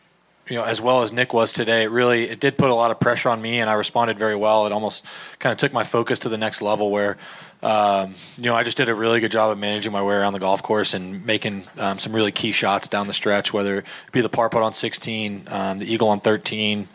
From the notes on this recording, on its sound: "LIVE" FROM THE WM PHOENIX OPEN.